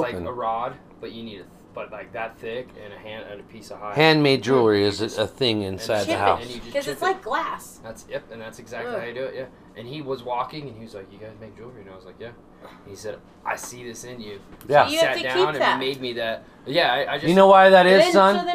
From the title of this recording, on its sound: This is a LIVE podcast recorded in the Kitchen